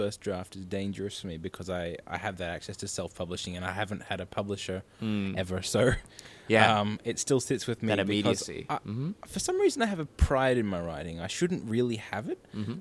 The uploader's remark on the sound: Recorded live at the Brunswick Street Bookstore.